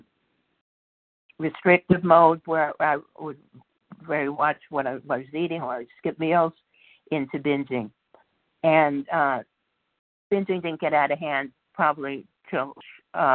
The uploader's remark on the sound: 100 Pounders Phone Meeting.